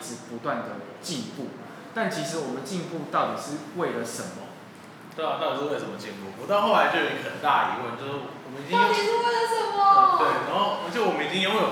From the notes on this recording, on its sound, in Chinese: 錄音以及內容問題前面幾集還在試錄跟摸索，請大家多多見諒喔